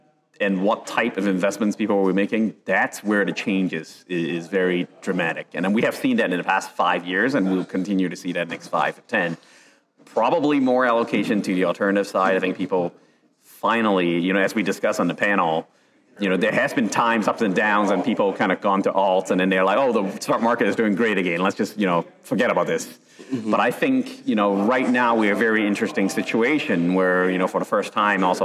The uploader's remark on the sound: This episode was recorded live on the floor of Nicsa’s annual General Membership Meeting in November 2023.